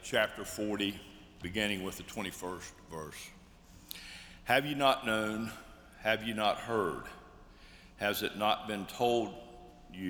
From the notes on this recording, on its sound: Live from Myers Park United Methodist Church in Charlotte, North Carolina.